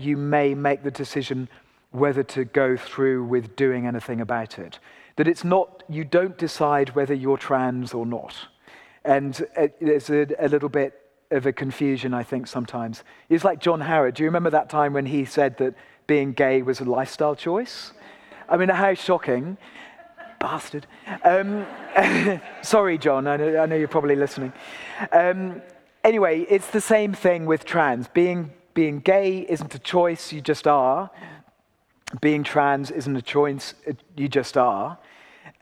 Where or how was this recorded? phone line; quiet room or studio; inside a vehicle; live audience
live audience